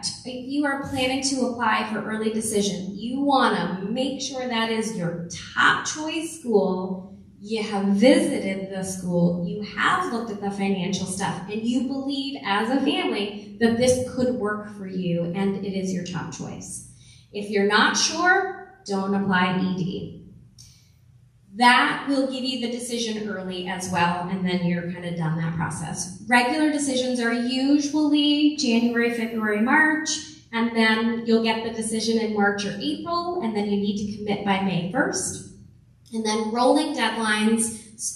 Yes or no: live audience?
yes